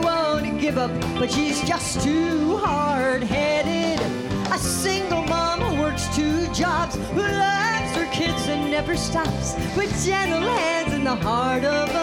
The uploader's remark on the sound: Live at the South Point Casino